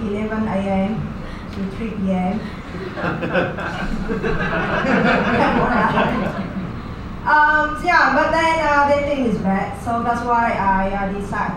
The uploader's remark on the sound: Vietnam's raunchiest comedian live at The Tavern, Phu My Hung, D7 - June 2019